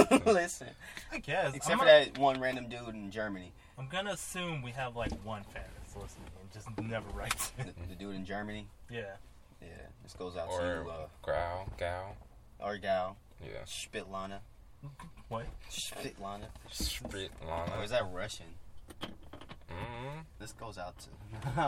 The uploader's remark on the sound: The boys are finally back together in the car.